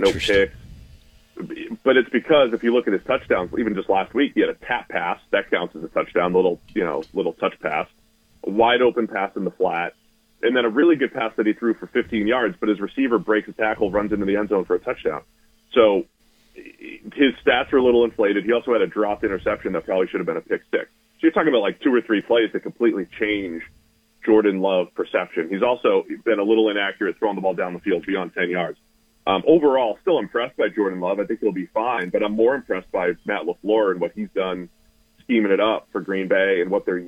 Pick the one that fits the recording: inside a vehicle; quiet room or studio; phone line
phone line